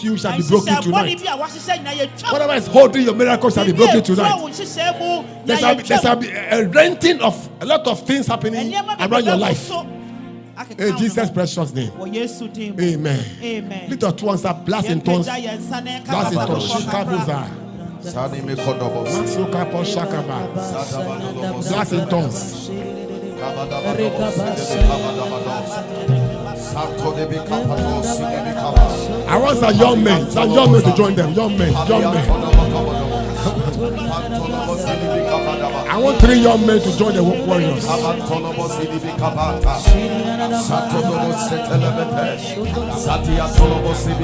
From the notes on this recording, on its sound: Preached At LCC Goshen